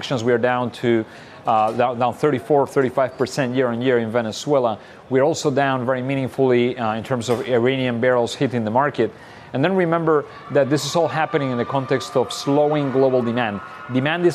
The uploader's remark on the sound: live from the New York Stock Exchange